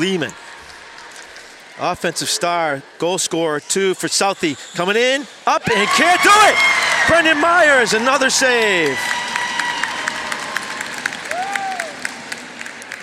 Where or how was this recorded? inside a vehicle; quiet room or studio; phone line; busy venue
busy venue